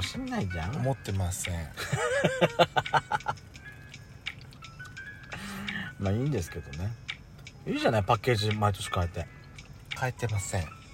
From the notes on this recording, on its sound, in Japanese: パーキング収録。2人組。